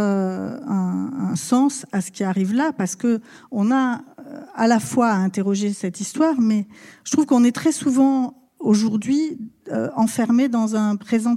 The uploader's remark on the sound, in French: Étaient au Columbia Global Center. Pour un enregistrement en public le 4 février 2020. Ce soir-là, dans une salle chaleureuse, magnifique, remplie de poudreuses et de poudreux attentifs.